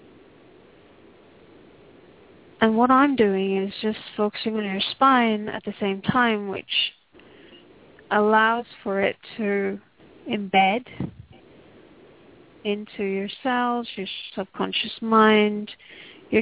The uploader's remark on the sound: Takes your calls for healing live today!